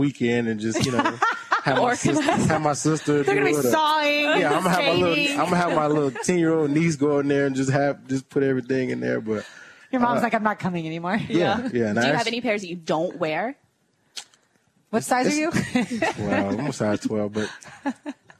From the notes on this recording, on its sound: The girls are live at their new Dream Finders Home at EverBank Field.